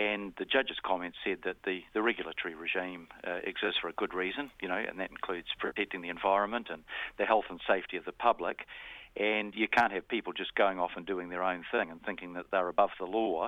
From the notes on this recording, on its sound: Phones up for his weekly chat.